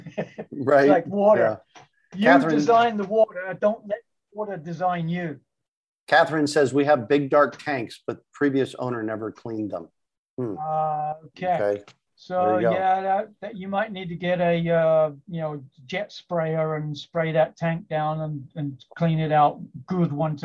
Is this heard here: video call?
yes